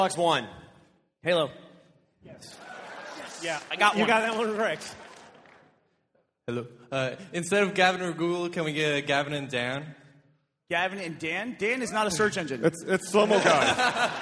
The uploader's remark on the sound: RT does it live from RTX 2013!